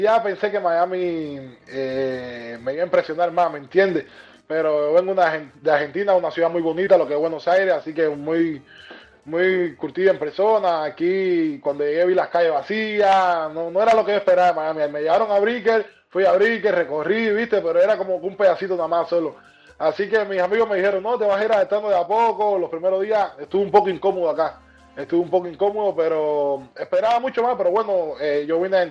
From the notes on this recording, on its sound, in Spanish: estaba escuchando el programa en vivo y llamo